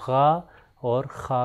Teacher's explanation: اور تیسری اس کی قسم ہے ادن الحلق، یعنی حلق کے اوپر والے حصے سے، اس کے بھی دو حروف ہیں، غین اور خا۔ تلفظ کر کے اگر آپ دیکھیں تو غا اور خا کا تلفظ اوپر والے حصے سے آتا ہے۔